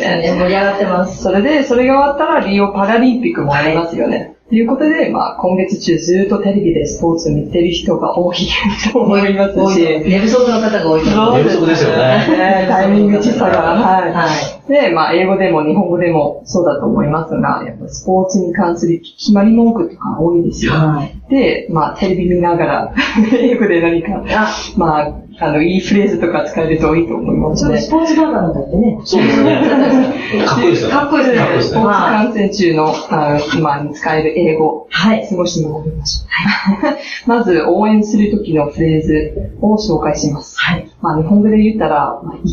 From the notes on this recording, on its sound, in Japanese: 録音機器の不具合によりお聞き苦しい音声になっております事、 お詫び申し上げます。松戸市役所がお送りする「やさシティ チャンネル」。